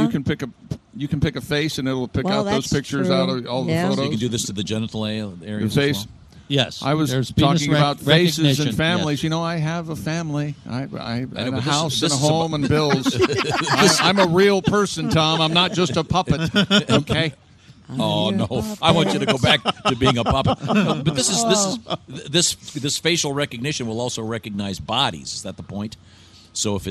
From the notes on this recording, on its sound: we are live from the Indianapolis Motor Speedway